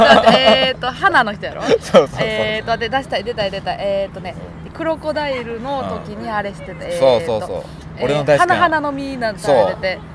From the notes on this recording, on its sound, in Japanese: 屋外での収録ですのでお聞き苦しい点もあるかもしれませんが